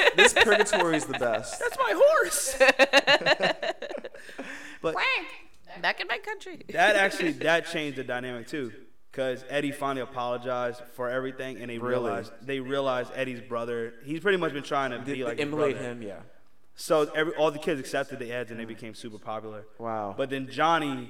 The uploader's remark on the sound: Sorry about the echo in advance.